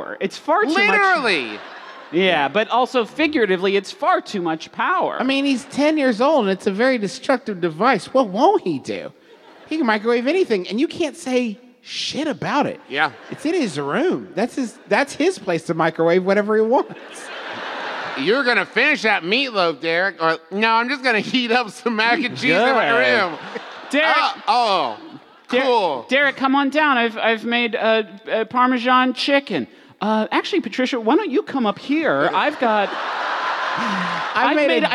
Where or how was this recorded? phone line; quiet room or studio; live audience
live audience